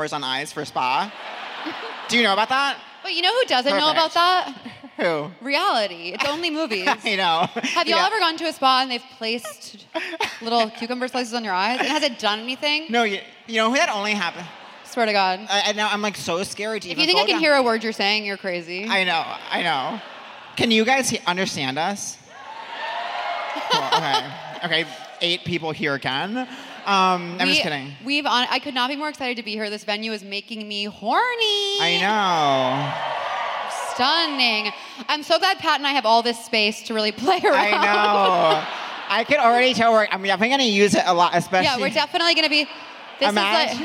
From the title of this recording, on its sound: Seek Treatment Live: London